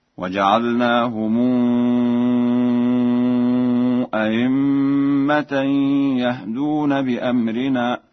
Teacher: قرأها ورش بتسهيل الهمزة الثانية بين أو إبدالها ياء خالصة